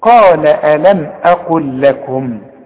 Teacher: طب أنا عايز أقف على كل كلمة، أقول قال ألم أقل لكم، وده طبعا مش لا واقف ولا ابتدى، بس علشان بتعرف إن اللام دي بتظهر عند الوقف واللام دي بتبدأ بيها عند الابتداء، إنما عند الوصل بنقولها لام واحدة لأنها بدون تشكيل